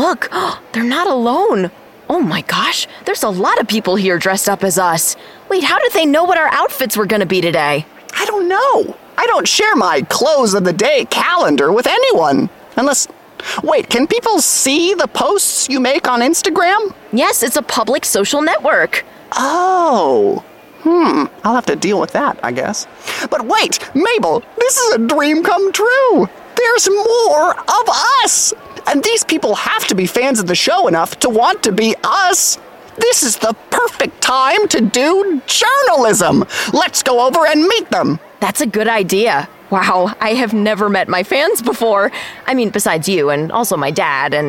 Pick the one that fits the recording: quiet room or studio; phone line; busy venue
busy venue